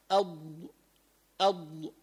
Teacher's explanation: الاستطالة قالوا العلماء معناه امتداد الصوت، يعني لما مخرج من حافة اللسان إلى ما يلي الأضراس